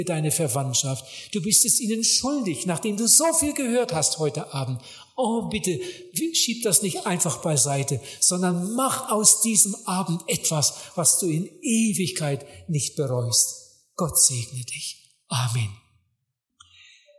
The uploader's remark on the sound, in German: bei einer Evangelisation in Mexiko im Jahre 2013 gehalten